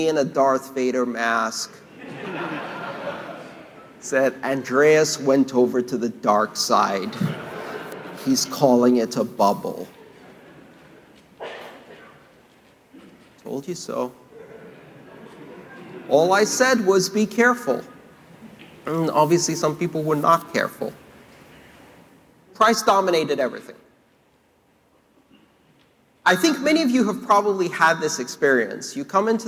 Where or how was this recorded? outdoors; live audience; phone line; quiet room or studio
live audience